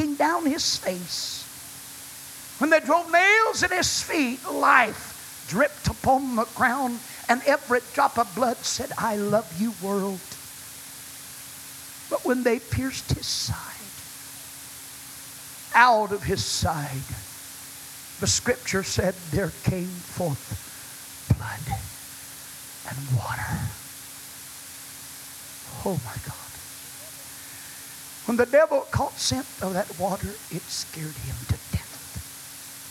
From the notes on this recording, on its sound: Was preached at First Apostolic Church in North Vernon, IN on January 31, 1993. The Scent Of Water was preached at First Apostolic Church in North Vernon,.